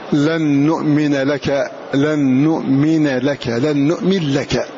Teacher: فالنون تضغم في اللام هنا لأنها وقعت بعد حرف متحرك